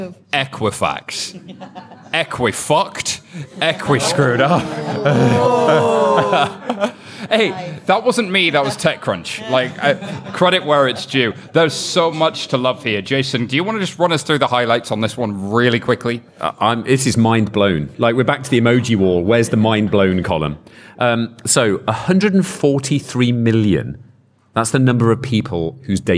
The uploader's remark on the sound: We have a live audience, a later start than usual and plenty to drink.